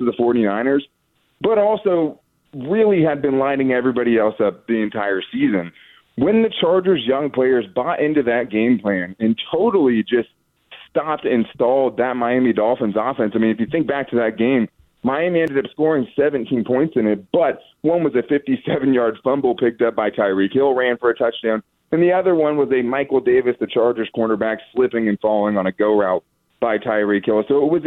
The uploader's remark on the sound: We open up the phone lines for listeners